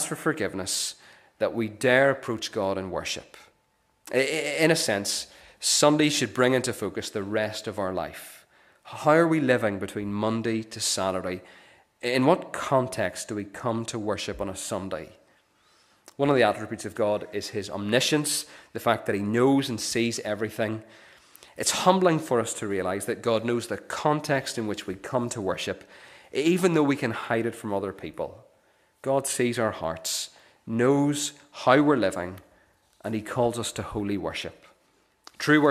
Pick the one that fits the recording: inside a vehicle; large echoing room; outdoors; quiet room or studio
large echoing room